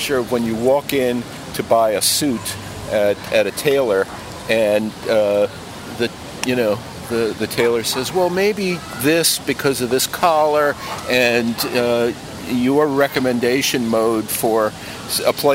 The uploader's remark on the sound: In New York City. We are taking a walk at Greenwich Village in Washington Square Park.